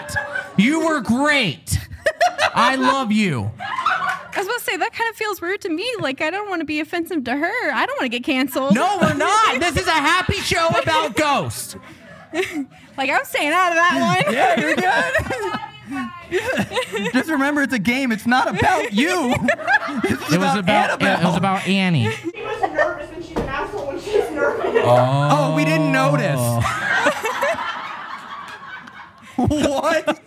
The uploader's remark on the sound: This episode was filmed in front of a live audience at the haunted Bobby Mackeys in Wilder, Kentucy.